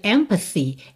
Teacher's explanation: o TH de empathy é só com arzinho